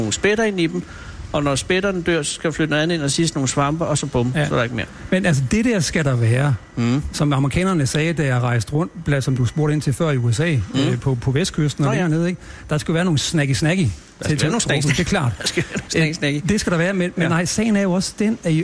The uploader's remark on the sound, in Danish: Live fra bølgepapfabrikken. På papfabrikken DS Smith i Grenaa.